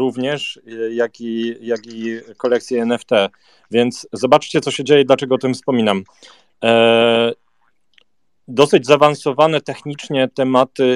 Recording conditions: video call